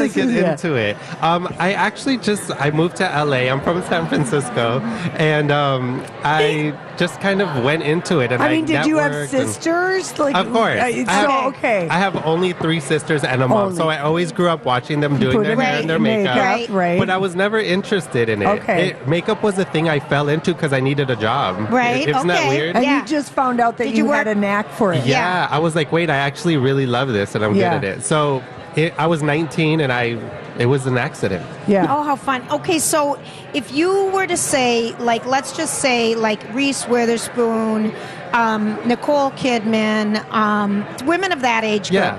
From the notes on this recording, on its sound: Live at the AC Hotel - the morning shows are on the ground.